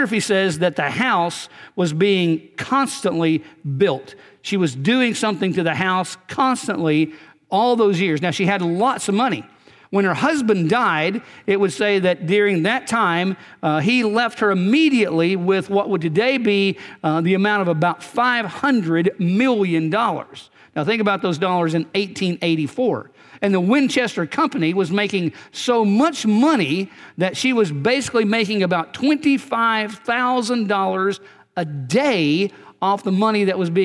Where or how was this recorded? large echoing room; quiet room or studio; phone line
large echoing room